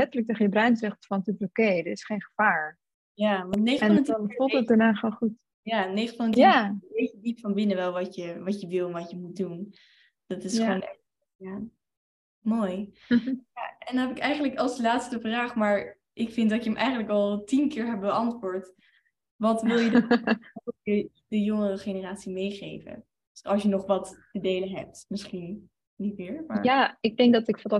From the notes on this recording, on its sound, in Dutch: Deze aflevering speelt zich online af via zoom.